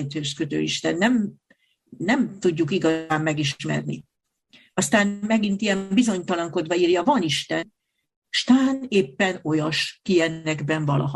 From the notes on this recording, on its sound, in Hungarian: Sola Scriptura TF – Budaörs – Zoom előadás.